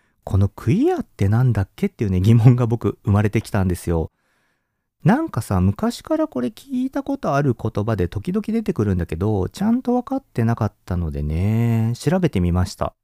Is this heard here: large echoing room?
no